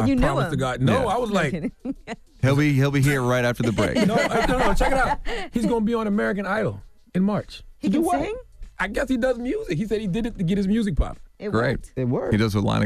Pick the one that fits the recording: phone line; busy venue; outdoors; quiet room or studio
phone line